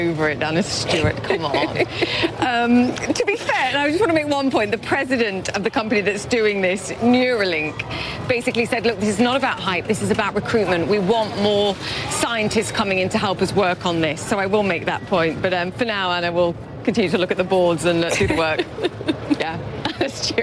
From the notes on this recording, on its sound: live from the New York Stock Exchange